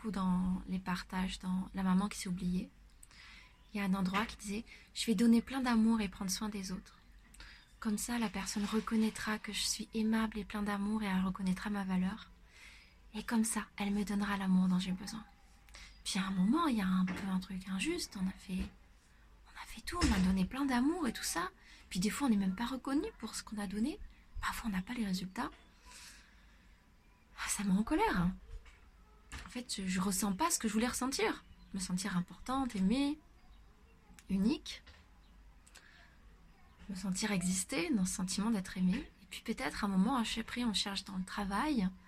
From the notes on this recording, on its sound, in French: Désolée pour le bruit de fond des voisins !